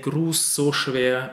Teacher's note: at the end of this unvoiced sound, S sound, there's just a small color of the voiced S, but it's really only a small color.